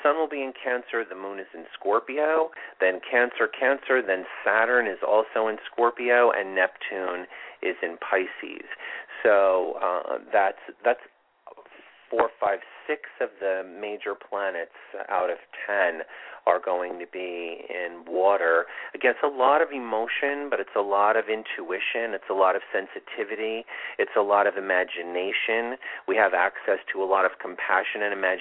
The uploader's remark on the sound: This is a call in show with live mini astrology readings.